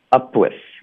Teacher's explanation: 我们发 up 结尾要省略这个 p 的音，因为接下来是个辅音 w 的音